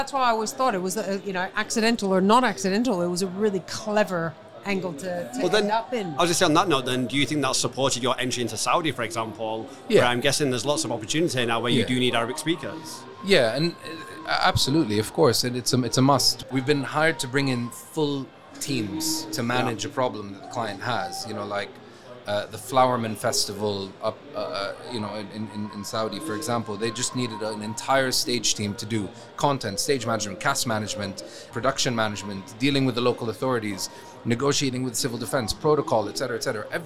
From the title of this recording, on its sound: Live from SES